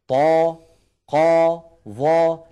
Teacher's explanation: عند النطق بها هواؤها وضغطها يتجه إلى سقف الحلق، لا تقبل النزول · Term: الحروف المستعلية